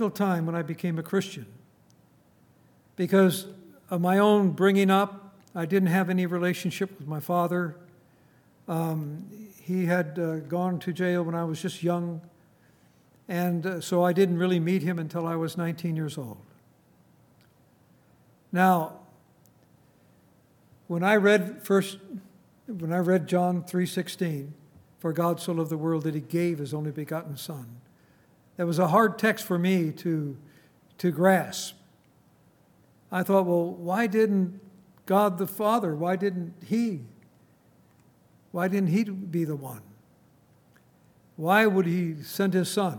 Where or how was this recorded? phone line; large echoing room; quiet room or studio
large echoing room